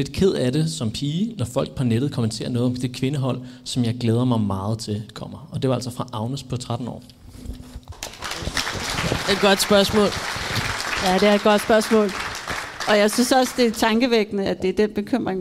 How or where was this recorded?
live audience